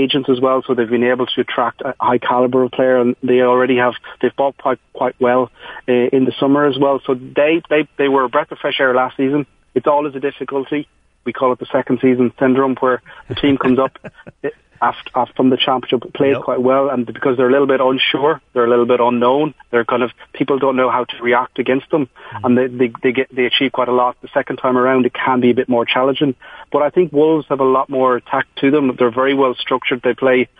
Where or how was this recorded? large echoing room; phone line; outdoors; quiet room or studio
phone line